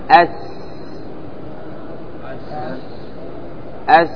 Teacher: وهو مستفل، معناه أنه عند الأداء يرقق. وهو مهموس، معناه أنه يخرج معه نسم هواء. وهو فيه الصفير، معناه يخرج معه ذلك الصوت.